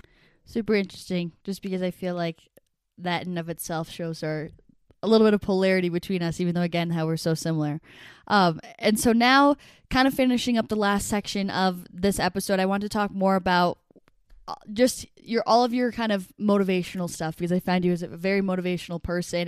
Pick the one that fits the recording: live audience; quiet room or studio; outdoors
quiet room or studio